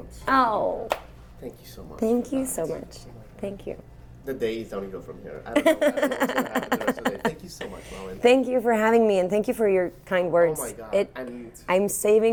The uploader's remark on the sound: In this special episode live from Austin TX during SXSW.